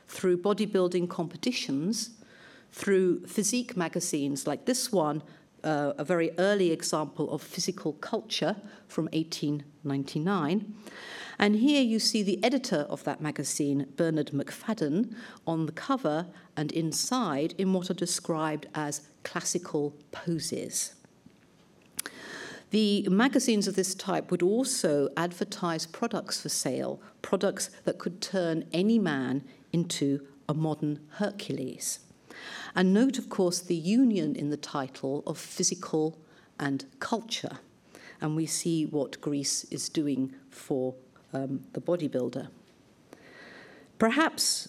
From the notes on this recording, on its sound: Lunch Hour Lecture on tour at the British Museum